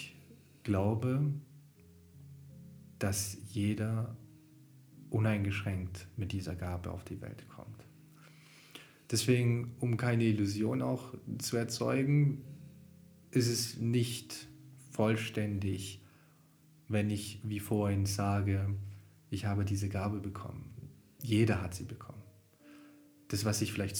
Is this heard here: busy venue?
no